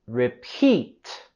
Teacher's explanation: Vamos a subir la voz y entonación en la segunda sílaba de repeat. Repeat. Tenemos el sonido vocálico largo también en repeat.